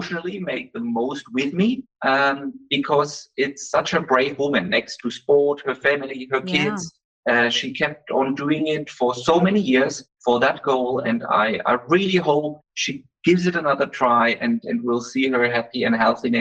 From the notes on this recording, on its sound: I’d like to apologise for the audio quality of this episode as we faced some technical issues when connecting with him virtually for the interview.